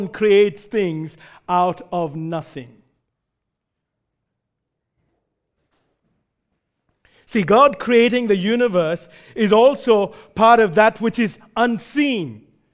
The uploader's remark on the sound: Recorded live at Grace Community Bible Church.